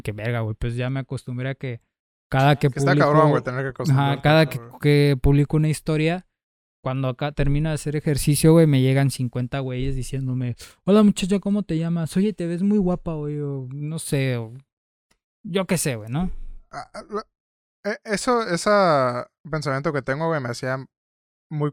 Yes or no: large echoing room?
no